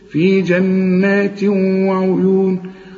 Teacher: ده تنوين يجي بعد واو بيحصل إدغام، شوف، وكأن الواو عليها الشدة